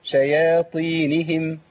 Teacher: أنا عندي الطاء مكسورة فده بيساعدني إن أنا أجيب الياء مرققة